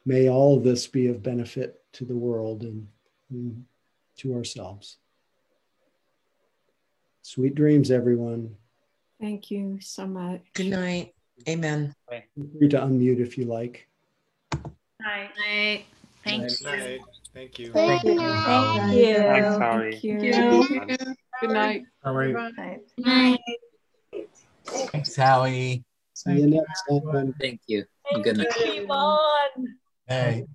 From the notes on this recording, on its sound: (Mission Dharma) Recorded Zoom Session.